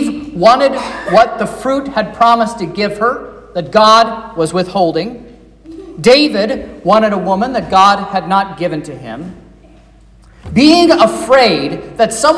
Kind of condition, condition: setting, large echoing room